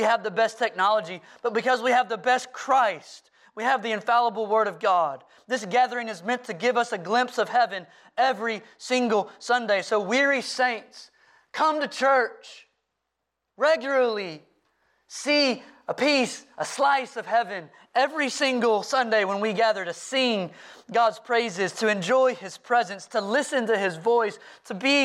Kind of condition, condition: setting, large echoing room